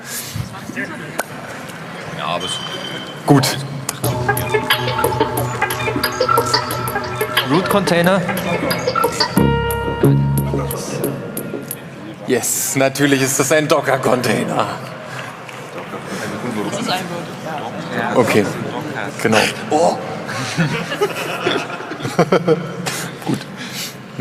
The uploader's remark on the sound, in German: Zwei Teams mit rauchenden Köpfen und ein johlendes Publikum. 34c3.